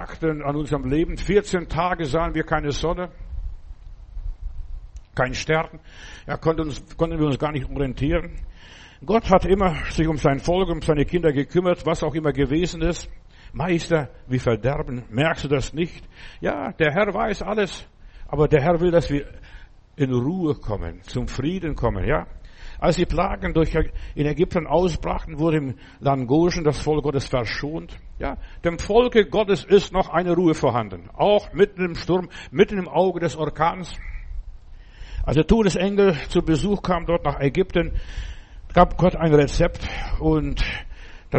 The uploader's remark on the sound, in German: im Gemeinde-Zentrum in Berlin aufgenommen